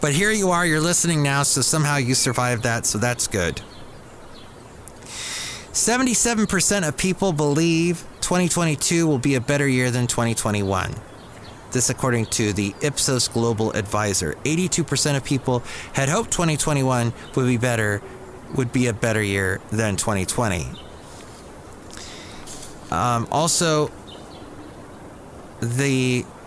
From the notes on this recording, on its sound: podcasts live from Cafe Anyway